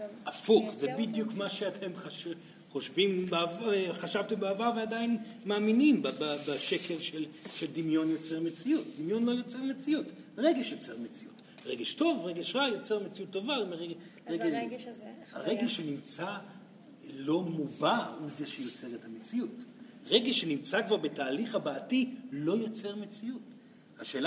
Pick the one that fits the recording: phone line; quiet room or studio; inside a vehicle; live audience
live audience